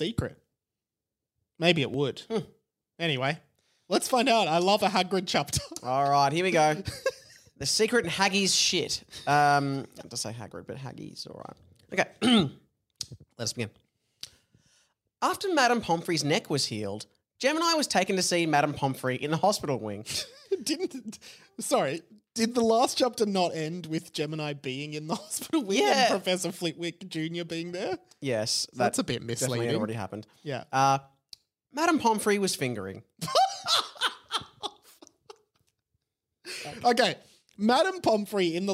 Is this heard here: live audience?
no